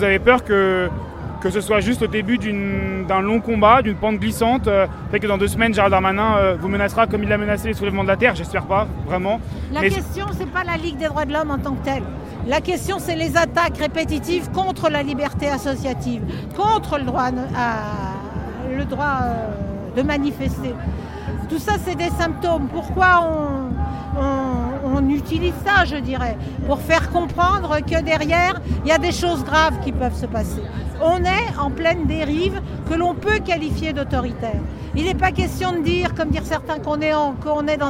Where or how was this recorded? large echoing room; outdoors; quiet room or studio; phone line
outdoors